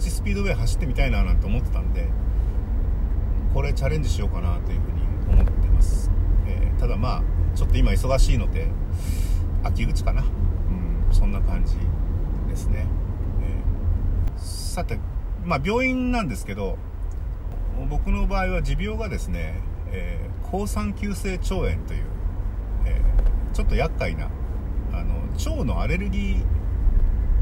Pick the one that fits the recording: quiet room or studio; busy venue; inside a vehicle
inside a vehicle